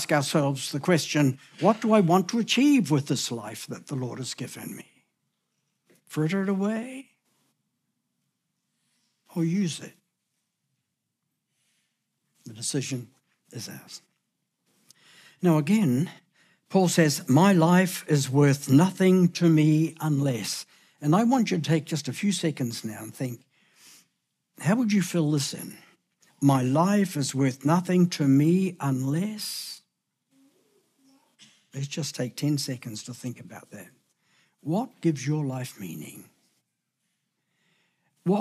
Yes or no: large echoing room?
yes